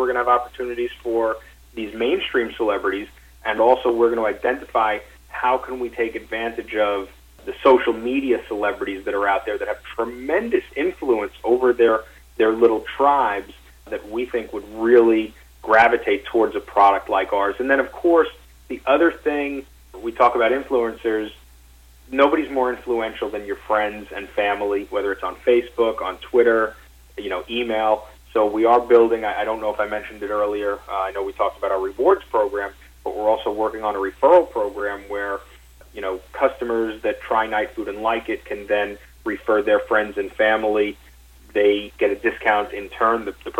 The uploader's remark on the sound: NightFood Investor Conference Call